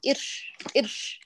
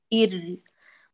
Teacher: ما سبب همس الراء هنا؟ أن القارئ يتقدم شيئا يسيرا عن البقعة أو يتأخر · Shown in: first take · عند المنطقة الغائية، عند المنطقة الثنيتان أو أصول المنبت بالتحديد فيخرج أر.